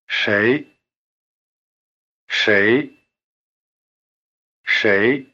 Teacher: You may be hearing 谁 as beginning with an English SH sound, but there is a slight difference. The tongue is curled back in the retroflex position for the consonant of 谁.